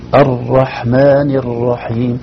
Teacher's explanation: نعم كأنه كرر الراء، الراء فيها تكرار فعلا، في ارتعادة خفيفة في طرف الراء